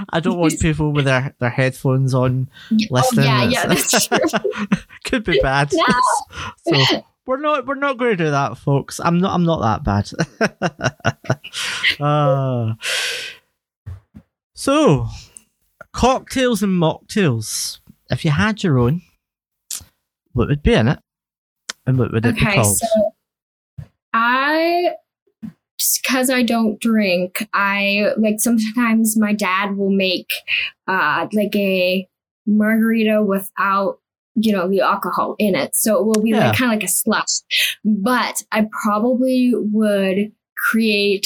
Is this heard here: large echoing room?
no